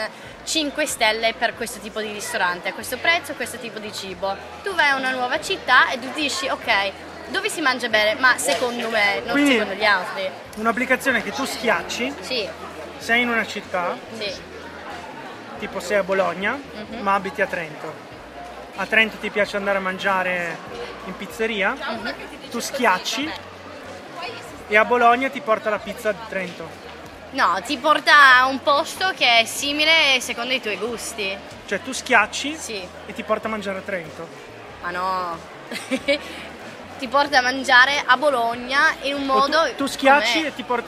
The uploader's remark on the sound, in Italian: Sempre in diretta per la speciale occasione dal Festival dell'Economia 2014.